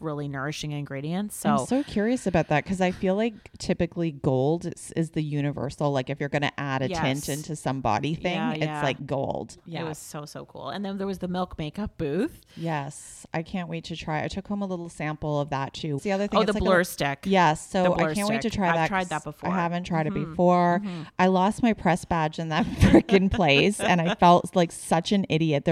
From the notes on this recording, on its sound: We take you behind-the-scenes at the first ever #Sephoria House of Beauty. Sephora's first ever House of Beauty event in Los Angeles.